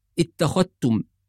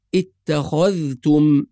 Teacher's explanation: وننتبه كذلك إلى إظهار الذال في كلمة اتخذتم · Shown in: second take · لأن بعض الناس يدغم الذال في التاء فيقول اتخذتم، والصواب في رواية حفص اتخذتم.